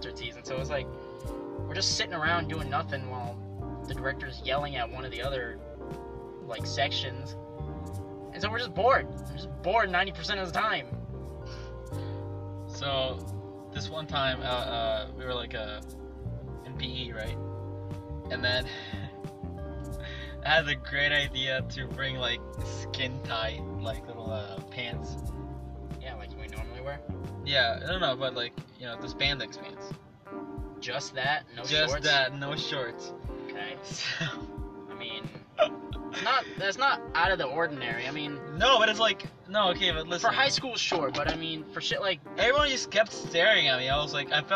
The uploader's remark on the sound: Record their very first episode while driving on Houston's wonderful roads.